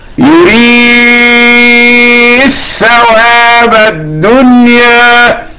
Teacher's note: الدنيا مقللة يعني إمالة قليلة، لأنها من الكلمات الخمس والثلاثين التي يقللها البصري قولا واحدا.